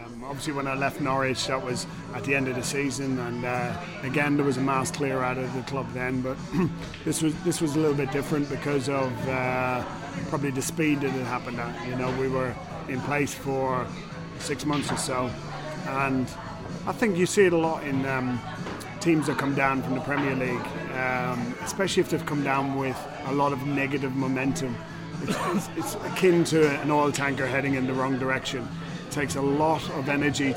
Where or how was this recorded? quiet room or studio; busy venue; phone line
busy venue